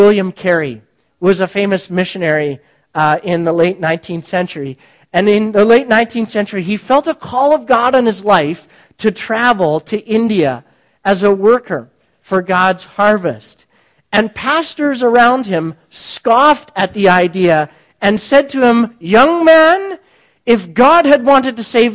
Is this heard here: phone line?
no